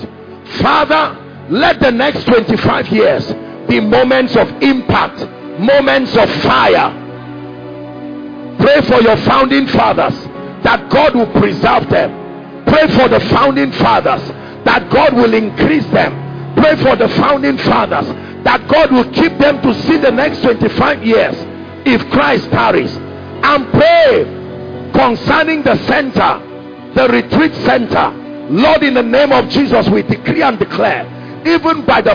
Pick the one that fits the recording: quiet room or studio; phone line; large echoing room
large echoing room